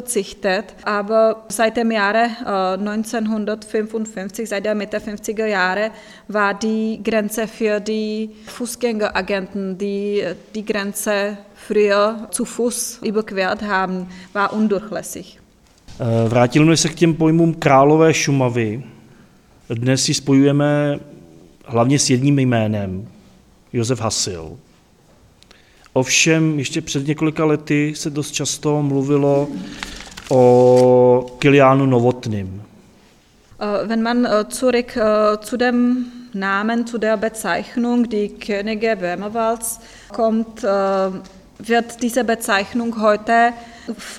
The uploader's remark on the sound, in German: Fand im Juli 2021 eine Veranstaltung in Horní Planá (Oberplan), in Südböhmen statt. Der Mitschnitt stammt vom 2.7.2021, aufgezeichnet im Kultur- und Informationszentrum in Horní Planá.